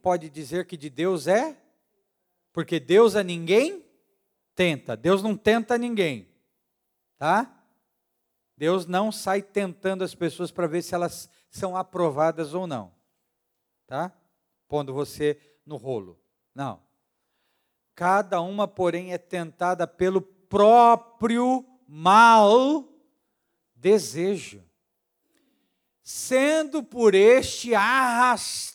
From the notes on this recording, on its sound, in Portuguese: Áudio retirado da pregação do Culto da Família 17/07/2022